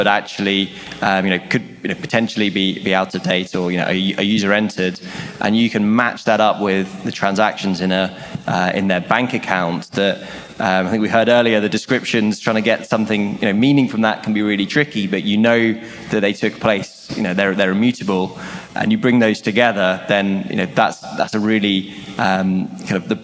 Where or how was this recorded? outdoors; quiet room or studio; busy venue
busy venue